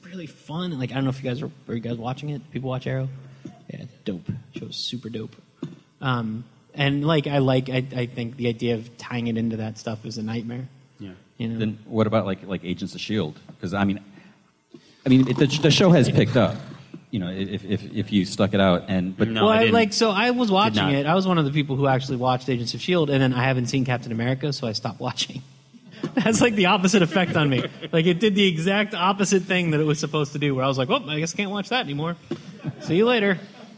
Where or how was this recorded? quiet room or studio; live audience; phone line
live audience